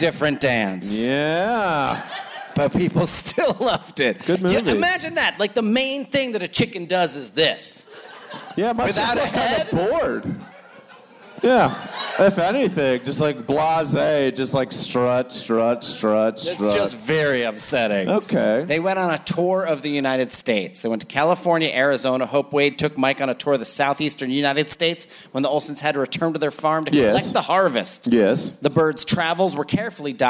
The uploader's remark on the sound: Bananas Live in Fort Wayne! It's Bananas live in Fort Wayne, Indiana!